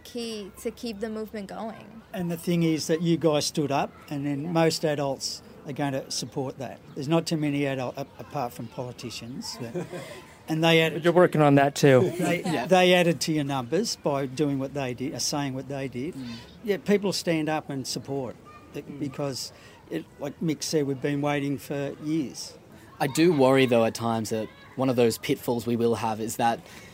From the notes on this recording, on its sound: on the side of the Sustainable Living Festival